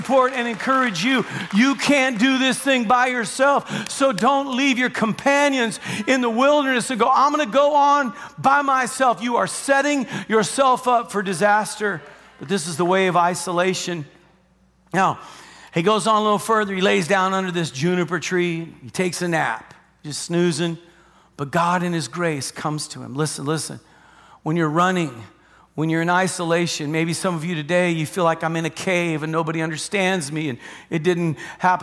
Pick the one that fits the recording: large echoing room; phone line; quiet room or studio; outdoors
large echoing room